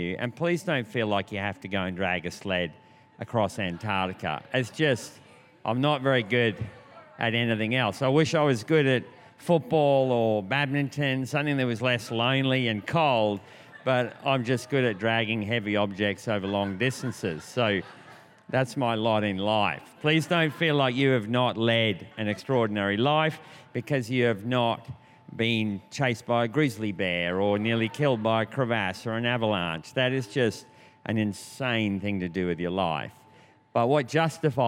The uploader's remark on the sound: This was recorded in our 5pm service on Sunday, the 20th of November 2022